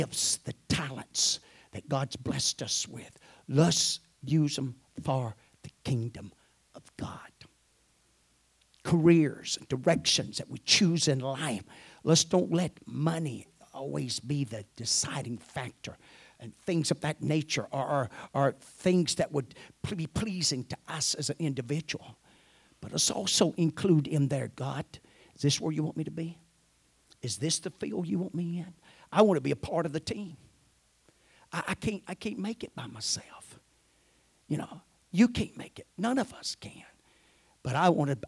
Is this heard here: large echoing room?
yes